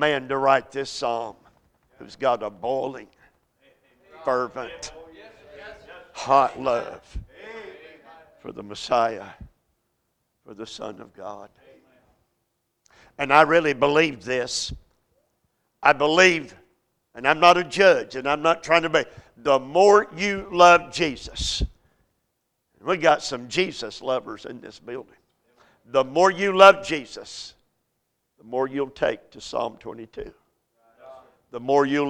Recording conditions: large echoing room